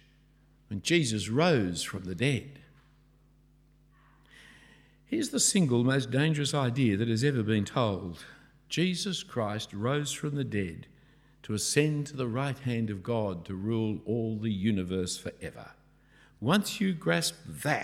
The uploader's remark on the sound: A talk preached at St Andrews the Great at Cambridge